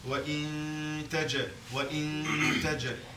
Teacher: le noun, on doit faire le nasalement sans prononcer le noun. · Term: règle de Irfa